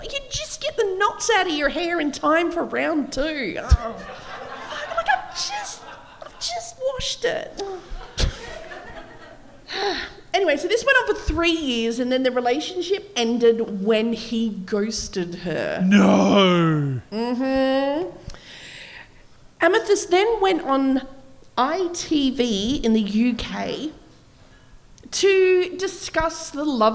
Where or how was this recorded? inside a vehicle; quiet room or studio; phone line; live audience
live audience